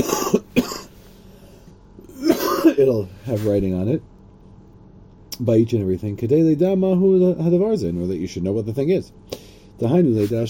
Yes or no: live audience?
no